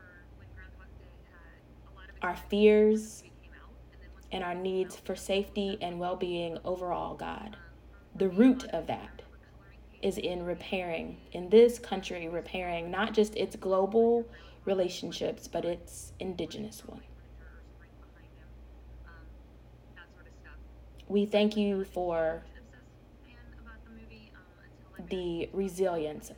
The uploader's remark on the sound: There is some background noise in this one that was a bit distracting to even me.